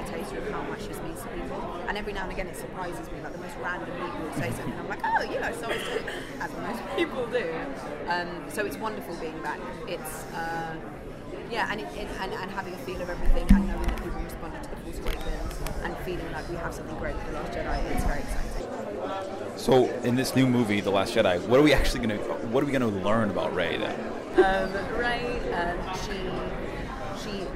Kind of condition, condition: fault, background noise